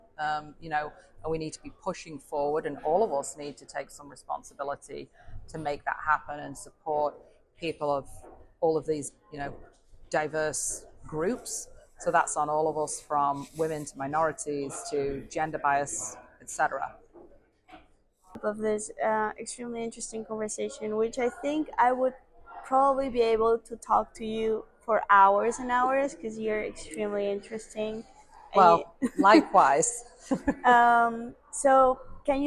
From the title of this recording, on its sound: Live in Cannes Lions Festival 2023